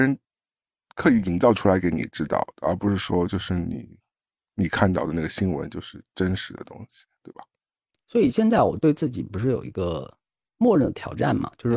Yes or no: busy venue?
no